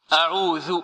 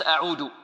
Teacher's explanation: أعوذ هكذا وليس أعود. أعوذ ذال واضحة لا تلتبس بالدال ولا تكون قريبة منها